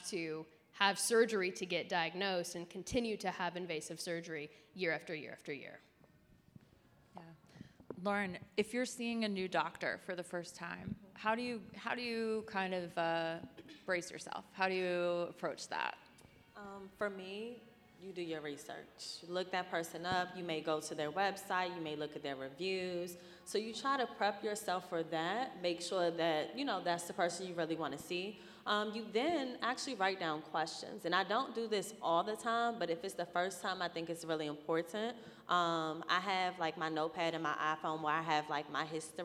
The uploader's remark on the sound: Live Panel Discussion. Here in Baltimore.